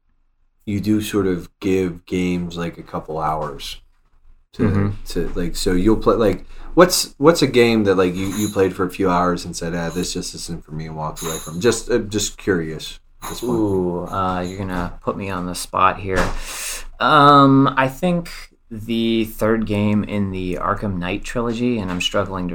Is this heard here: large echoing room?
no